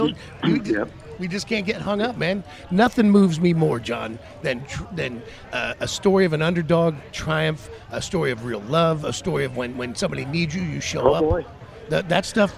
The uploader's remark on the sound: LIVE FROM STURGIS